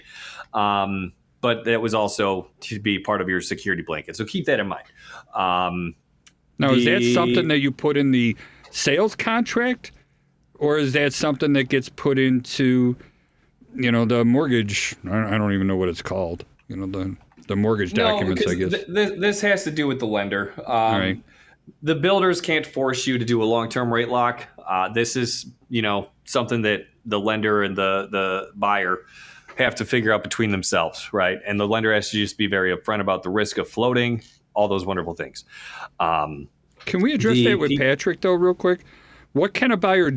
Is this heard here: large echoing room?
no